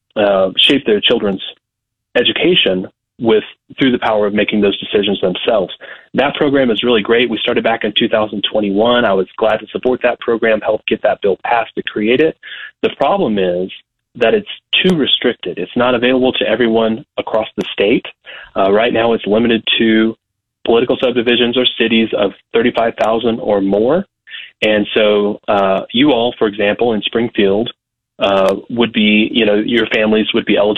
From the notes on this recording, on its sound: calls in from the Newton County Bean Feed